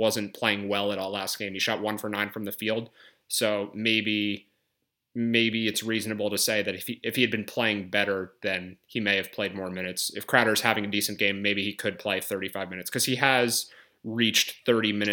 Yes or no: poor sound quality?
no